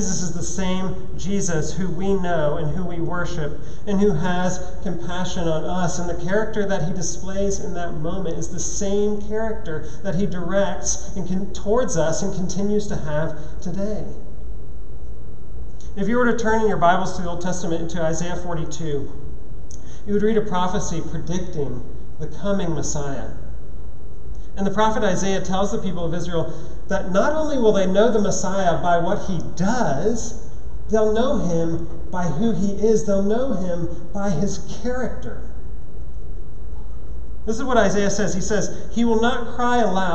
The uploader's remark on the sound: at Trinity Church, Puerto Rico